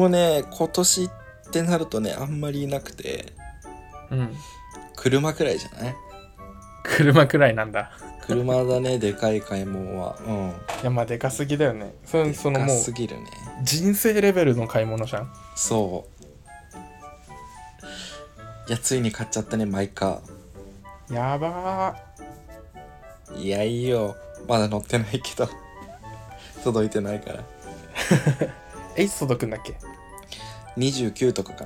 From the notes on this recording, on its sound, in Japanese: 2万以上したひろゆきが使ってるマイクを全然使いこなせないのでもうアイフォン直撮り。一番音質いいじゃんね。